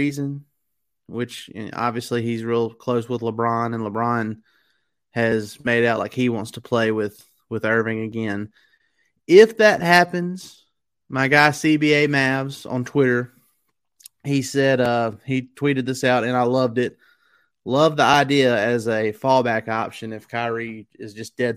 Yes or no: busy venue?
no